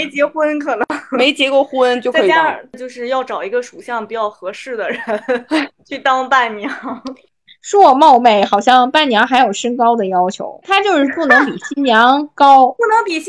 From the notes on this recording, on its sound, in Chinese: 本期节目因主播第一次使用其它软件录制，导致声音效果不佳